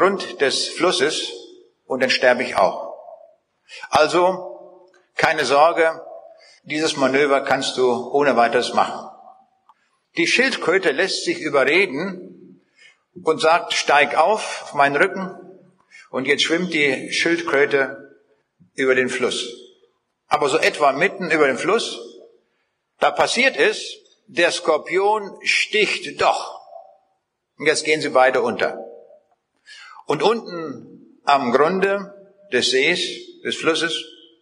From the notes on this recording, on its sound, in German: Vortrag, den er 2006 in der Seidenstickerhalle in Bielefeld gehalten hat